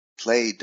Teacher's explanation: If it's voiced, you'll hear a D, played.